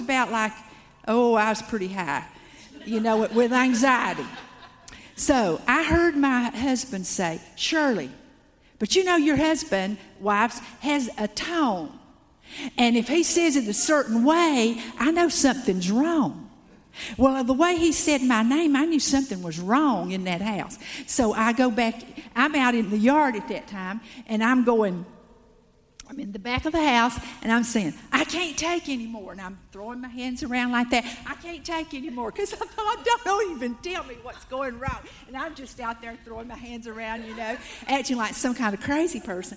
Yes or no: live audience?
yes